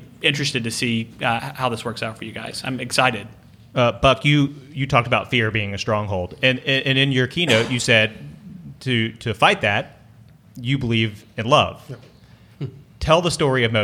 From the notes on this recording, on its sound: Each winter educators from around Mississippi gather in Jackson for the Mississippi Educational Computing Association, better known as MECA. Recording a live Podcast from the event is becoming somewhat of a Class Dismissed tradition.